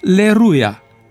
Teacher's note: L-ul intervocalic a suferit fenomenul de rotacizare, adică s-a transformat în R și a devenit Aleluia. Ulterior, A-ul neaccentuat inițial a căzut și acest fenomen se numește afereză. Iar cuvântul a devenit Leruia, iar prescultat Lerui Ler.